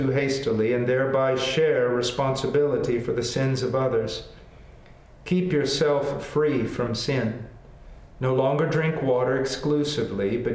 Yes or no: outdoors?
no